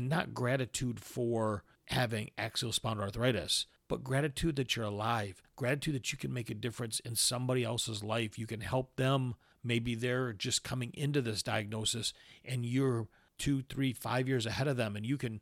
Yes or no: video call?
no